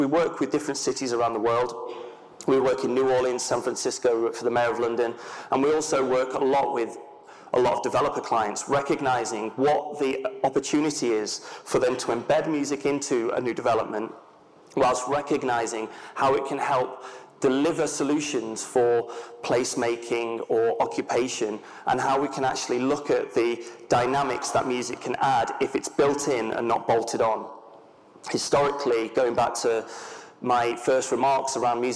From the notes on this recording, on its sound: An on-stage conversation